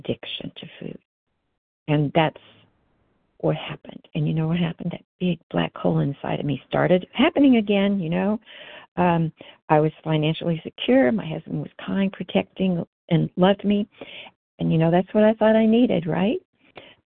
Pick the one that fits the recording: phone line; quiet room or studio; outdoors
phone line